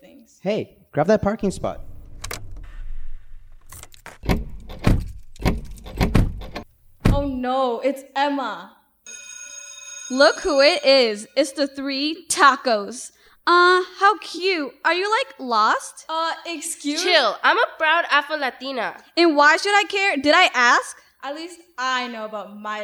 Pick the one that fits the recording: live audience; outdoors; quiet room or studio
live audience